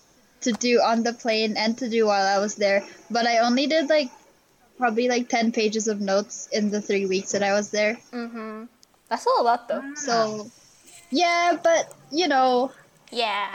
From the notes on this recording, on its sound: The audio in this episode may not be stellar.